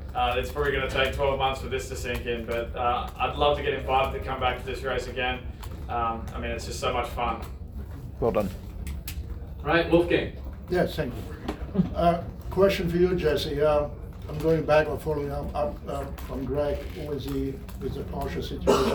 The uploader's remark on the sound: Live from Daytona